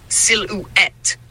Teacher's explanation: So it sounds like sil-E-T with the emphasis on the last part